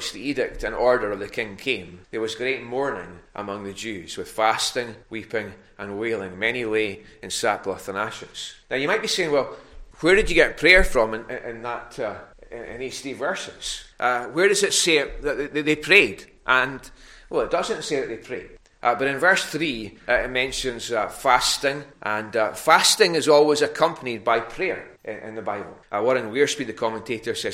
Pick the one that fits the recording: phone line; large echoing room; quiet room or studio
large echoing room